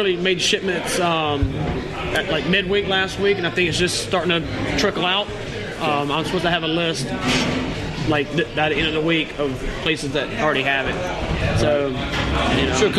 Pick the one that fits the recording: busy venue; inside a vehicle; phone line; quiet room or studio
busy venue